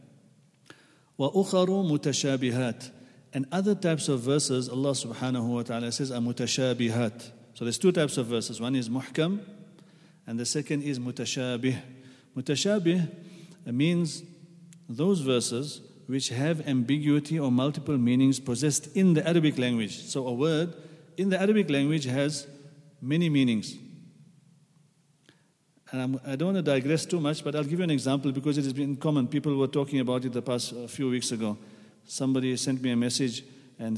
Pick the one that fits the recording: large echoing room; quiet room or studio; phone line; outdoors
large echoing room